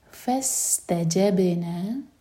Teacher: با پر قلقلہ، اور نا مد تبعی دو حرکہ لمبا